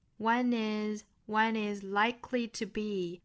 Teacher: 这个 one 和后面的 is 需要做连读。